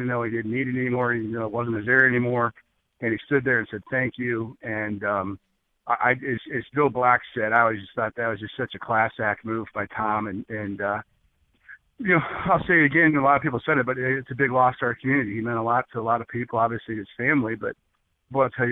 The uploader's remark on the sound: two hours of open line calls this morning live from East Lansing